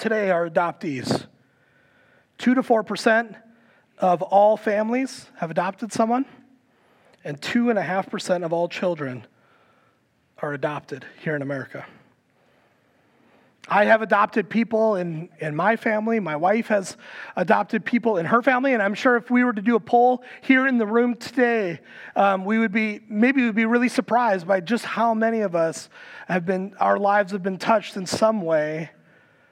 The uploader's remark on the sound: Recorded live at Word of Life Church in Le Sueur, Minnesota, on July 23, 2023.